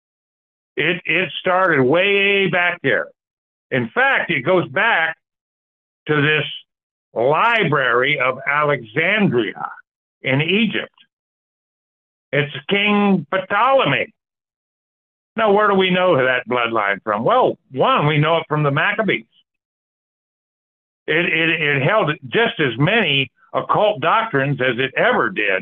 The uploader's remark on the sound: Call In Bible Study